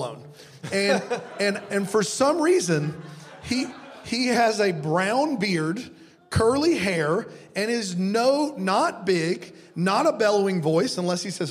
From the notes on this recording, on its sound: we recorded an episode LIVE at the ChristmasLand Experience in LA